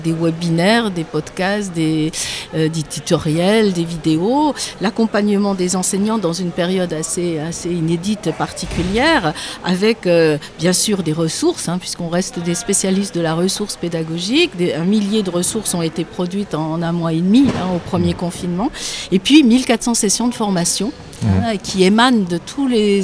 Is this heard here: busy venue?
yes